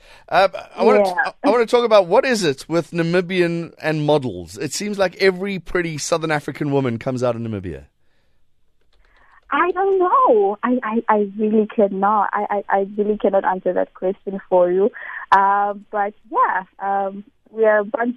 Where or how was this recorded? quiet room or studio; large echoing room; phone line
phone line